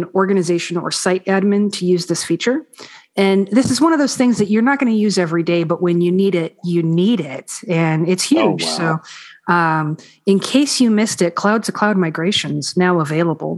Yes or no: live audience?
no